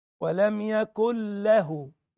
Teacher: نون سكنة بعدها لام اسمه إدغام من غير غنة